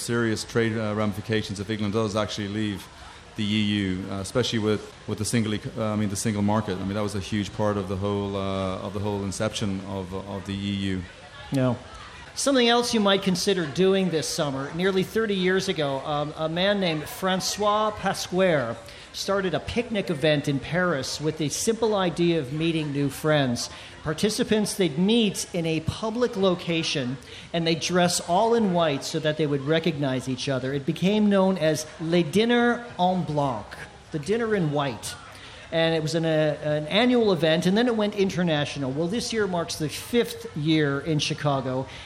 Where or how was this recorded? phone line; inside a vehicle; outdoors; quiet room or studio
outdoors